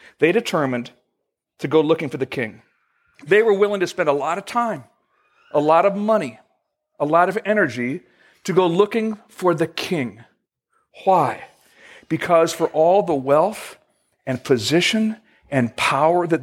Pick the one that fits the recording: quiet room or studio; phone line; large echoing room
large echoing room